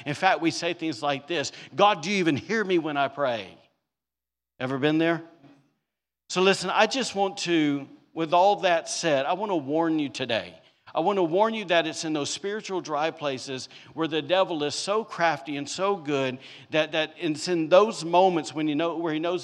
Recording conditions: large echoing room